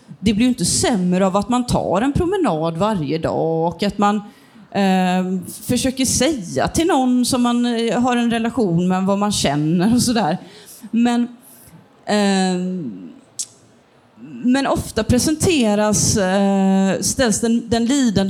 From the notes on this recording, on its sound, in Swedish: inspelat på Bokmässan 2023 och arrangerat av Nätverkstan Kulturtidskifter